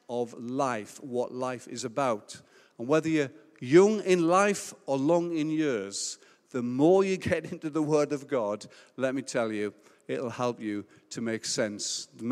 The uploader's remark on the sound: Recorded Live at Life Church Lancashire.